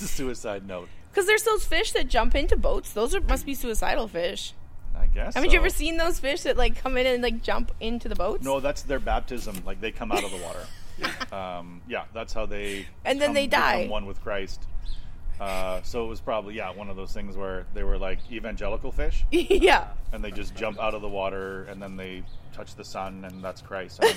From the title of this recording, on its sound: The Windy, Outdoor Edition